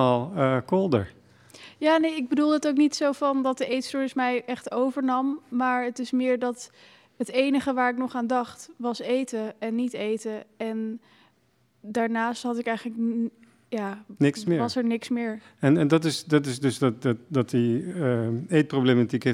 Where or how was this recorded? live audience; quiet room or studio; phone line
live audience